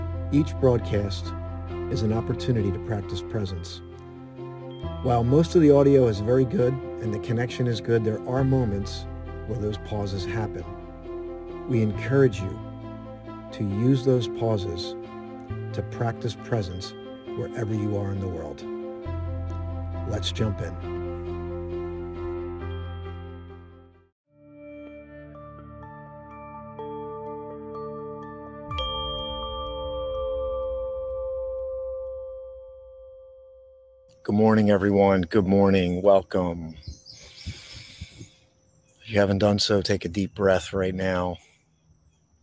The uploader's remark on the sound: This Episode originally streamed live on location at Goat Hill Overlook - Lambertville, NJ. The audio from this podcast was taken directly from this live stream.